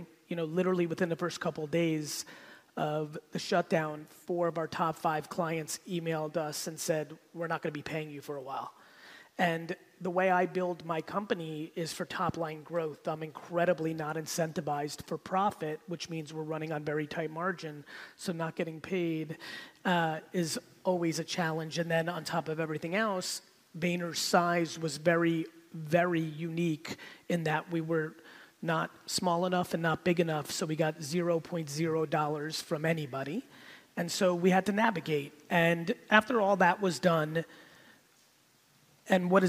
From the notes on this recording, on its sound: I went to San Diego to give a keynote to an audience full of real estate agents